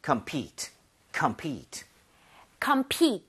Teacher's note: Compete은 PE의 강세 하나만 찍어주실래요?